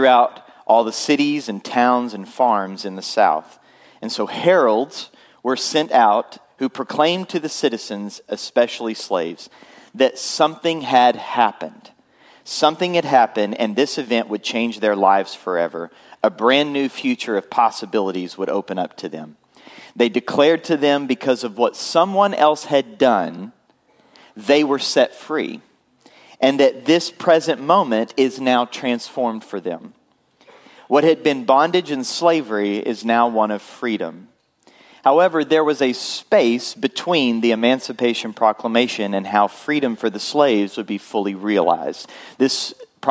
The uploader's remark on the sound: Full Sunday Service April 2, 2023